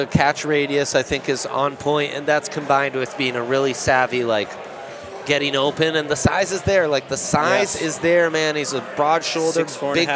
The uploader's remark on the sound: Live from Breckenridge Brewery.